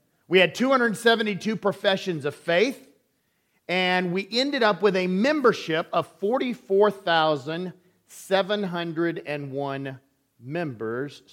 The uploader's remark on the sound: Recorded on February 18, 2023, at Ringgold Seventh-day Adventist Church.